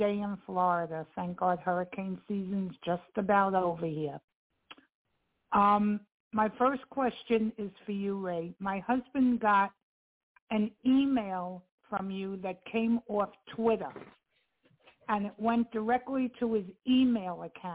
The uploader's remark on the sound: TNTSuperfantastic Conference Call